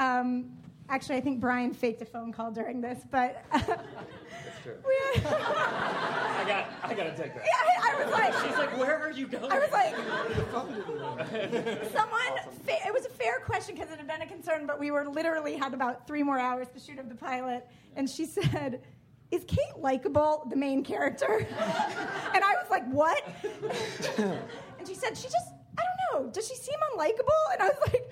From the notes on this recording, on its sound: Pitch-Pilot-Pick Up panel from ATX Television Festival. Recorded at the Stephen F.